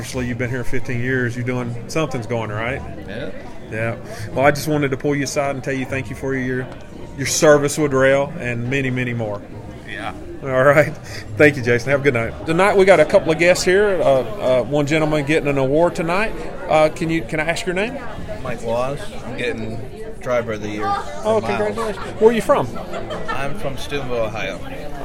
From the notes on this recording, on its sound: A very special episode recorded live at our TeamRoehl Annual Awards Banquet! Talk to honorees, guests and volunteers at Roehl's signature event.